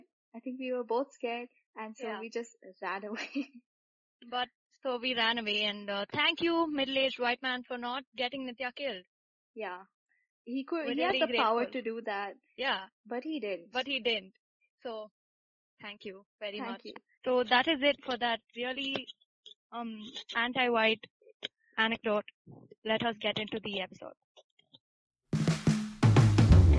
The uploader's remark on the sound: Sorry if the audio is a little patchy guys, we're working on it.